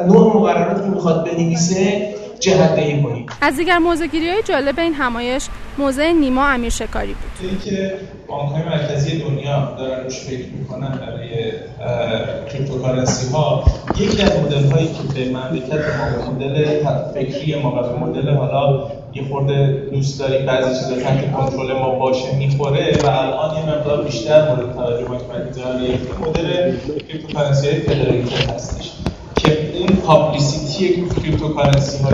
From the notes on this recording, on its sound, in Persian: این شماره از رادیو پیوست باعنوان آخرین تلکام پاییزی در حاشیه نمایشگاه تلکام 2017 ضبط شده است.